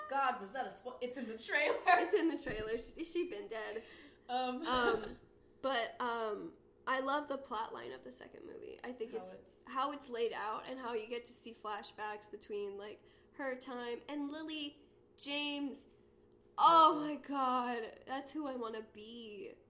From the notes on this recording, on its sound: We are having some intense technical difficulty and technology is very confusing.